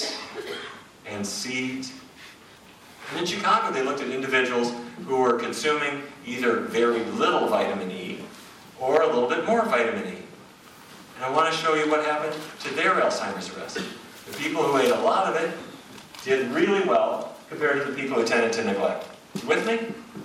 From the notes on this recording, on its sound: A lecture in Vancouver.